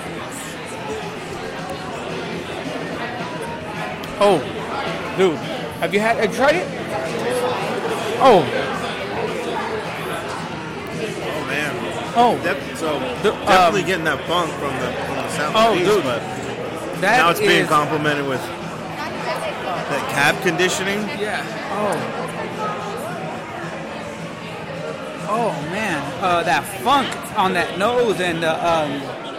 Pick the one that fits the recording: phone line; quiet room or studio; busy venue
busy venue